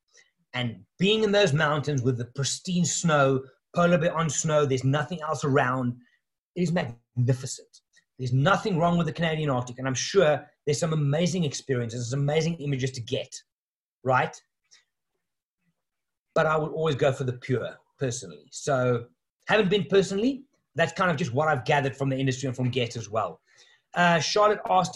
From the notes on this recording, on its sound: In this episode I share the audio of a webinar I hosted online last night. The first of a series of new online offerings from Wild Eye.